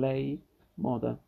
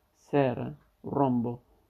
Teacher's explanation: Alcuni grafemi corrispondono a più fonemi, è il caso della E e della O che posso, possono avere suono aperto in lei, moda, o chiuso in sera, rombo